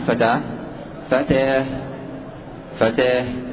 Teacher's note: فإن فتحة التاء وسط اللفظة تمال ويتبع ذلك إمالة الألف التالي لها، لأن التاء على تقدير الانفصال.